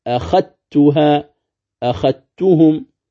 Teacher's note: حرفا واحدا مشددا من جنس الثاني، يرتفع اللسان عند النطق به ارتفاعة واحدة فتصير تاء · Term: إدغام الذال في التاء